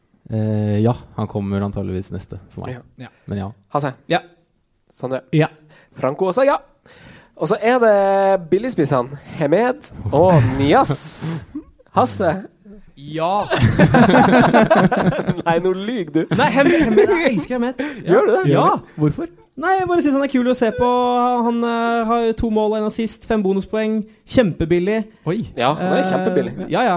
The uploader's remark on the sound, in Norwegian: September var det duket for ny live-innspilling på Pokalen i Oslo! Også andre spm fra gjester i salen!